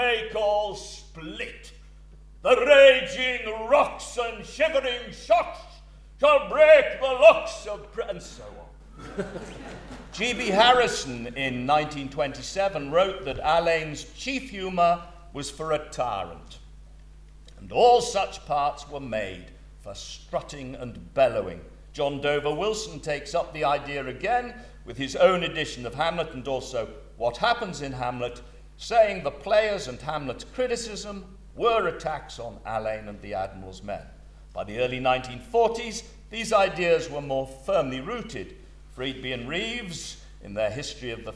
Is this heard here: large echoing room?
yes